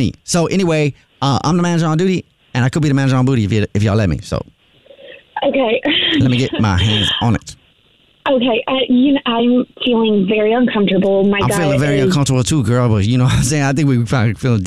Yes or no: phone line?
yes